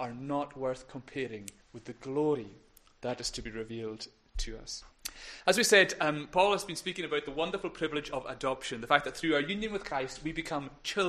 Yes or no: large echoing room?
yes